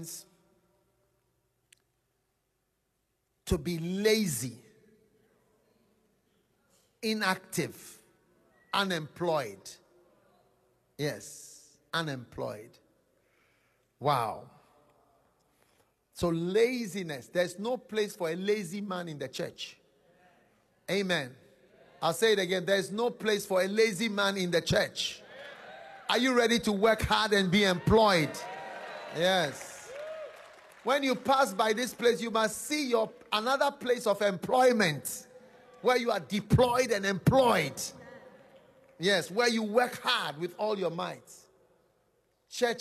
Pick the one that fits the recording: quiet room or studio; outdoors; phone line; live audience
live audience